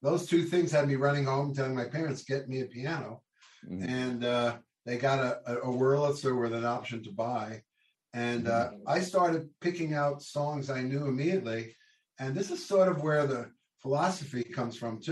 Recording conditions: video call